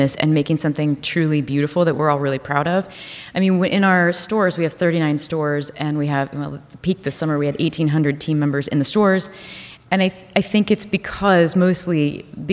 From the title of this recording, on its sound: Live From The HIBT Summit